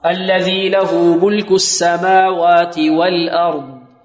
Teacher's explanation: الذي له ملك السماوات والأرض، والأرض ننطق باللام قمرية بارك الله فيكم مظهرة، والهمزة مرققة بدون إمالها، ترقق الهمزة لا نقول الأرض الأرض